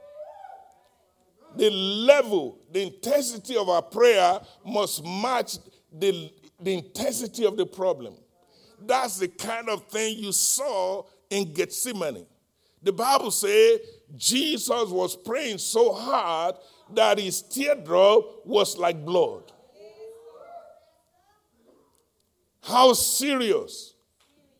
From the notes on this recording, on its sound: live-recording